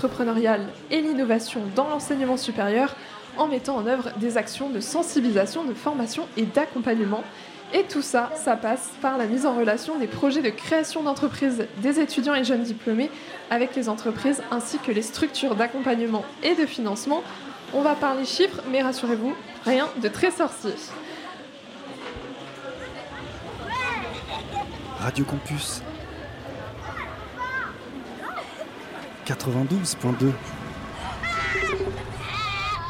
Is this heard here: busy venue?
yes